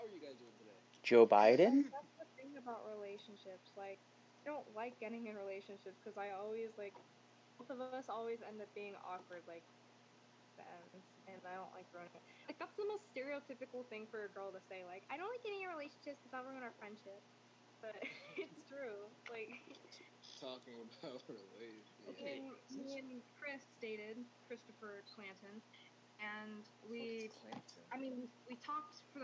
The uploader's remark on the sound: Probably Bad Audio Again.